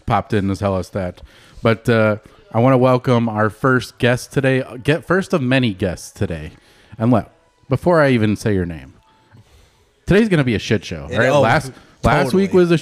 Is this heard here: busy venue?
yes